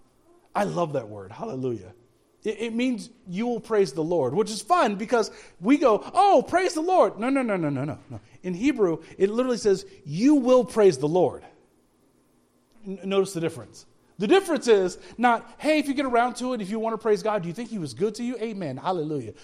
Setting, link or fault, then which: setting, large echoing room